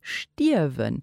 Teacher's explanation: Weil wenn wir das müssen schreiben, dann haben wir stirben mit I-E-R, wir hören den R überhaupt nicht · Term: vokalisiert